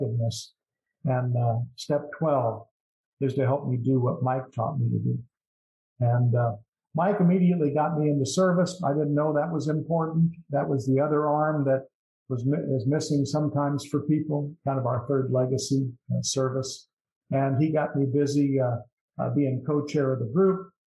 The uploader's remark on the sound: at the Broken Elevator zoom meeting held in March of 2022